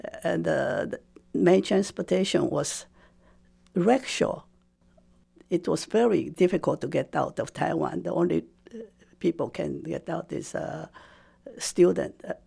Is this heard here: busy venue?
no